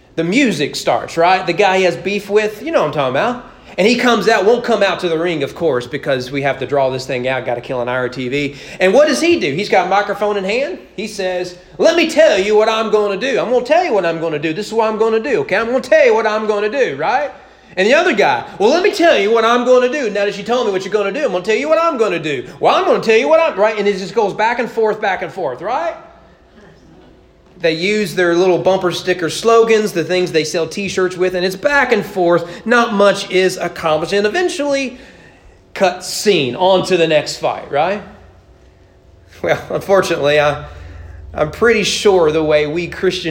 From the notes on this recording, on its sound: Preached at East Frankfort Baptist Church on July 3, 2022 during morning worship.